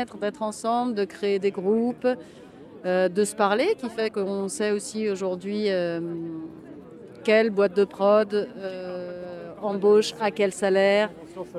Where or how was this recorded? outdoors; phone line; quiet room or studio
outdoors